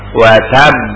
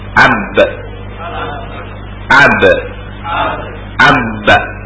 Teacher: itu dua bibir beradu rapat, ya, dan ditekan